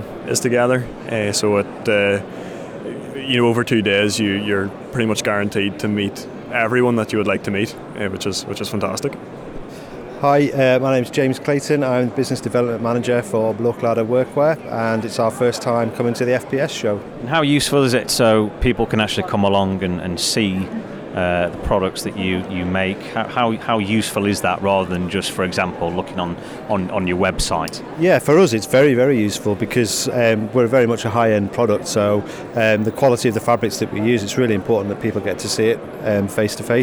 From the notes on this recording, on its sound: FPS Expo 2017 Podcast. Listen to exhibitors and organisers live from Exhibition Centre Liverpool.